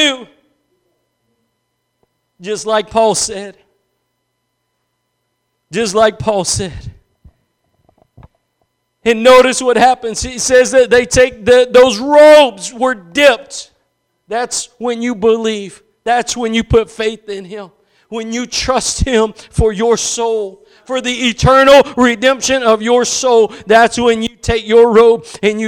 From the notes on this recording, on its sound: Preached at Gospel Lighthouse in Bossier City, La.